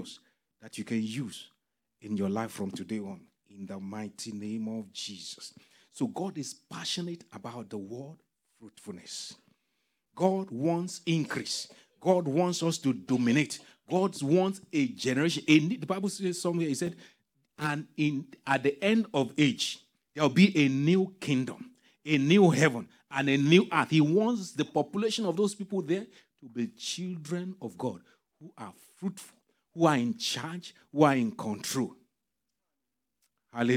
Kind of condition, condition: setting, large echoing room